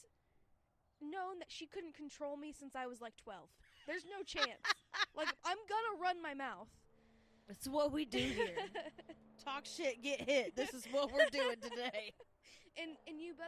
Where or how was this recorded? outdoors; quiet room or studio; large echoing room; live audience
outdoors